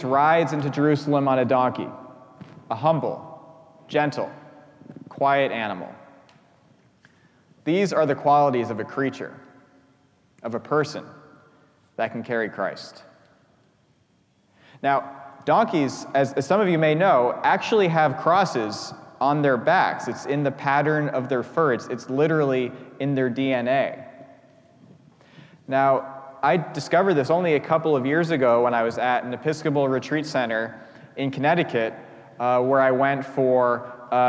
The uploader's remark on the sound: preached at our celebration of the Holy Eucharist